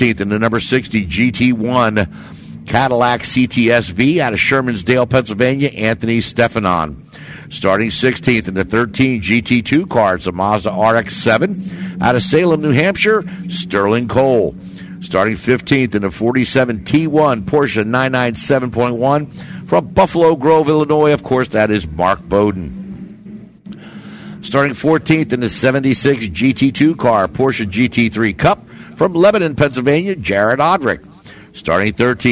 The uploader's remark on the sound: Broadcast the races for the Hoosier Tire SCCA SuperTour Series, held at Pittsburgh International Race Complex just outside the village of Wampum PA. Pittsburgh International Race Complex is an auto racing road course located in Wampum, Pennsylvania.